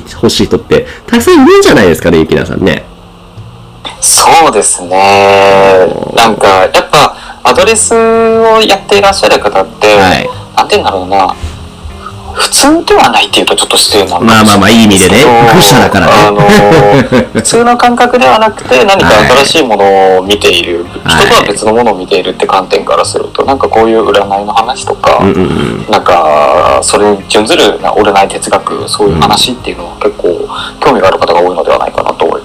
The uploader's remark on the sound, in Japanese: 今回機材トラブルで音割れが発生しております